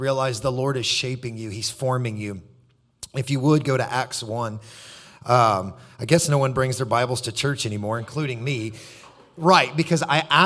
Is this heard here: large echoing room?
yes